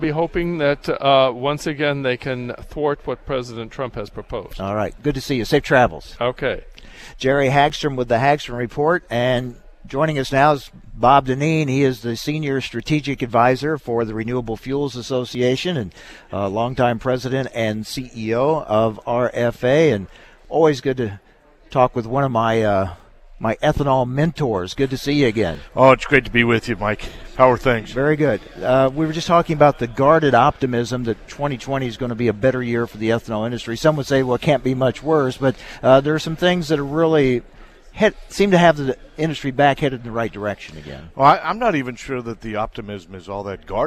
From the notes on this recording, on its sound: from the National Ethanol Conference in Houston